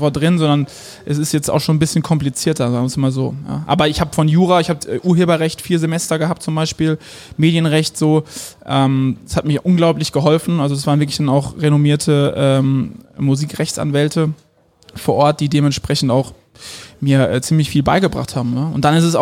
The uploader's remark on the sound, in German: beim zweiten Bargeflüster im Tiffany in Mannheim aufgenommen.